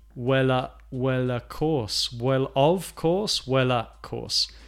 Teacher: if I emphasize of, I say of. But if I don't, it often changes to a.